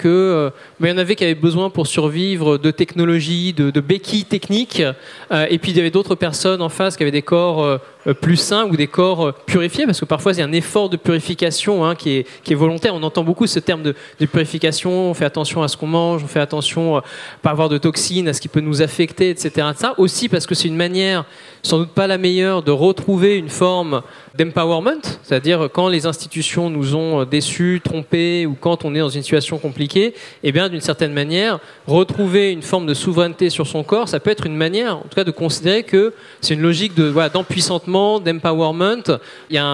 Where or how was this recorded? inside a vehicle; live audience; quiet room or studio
live audience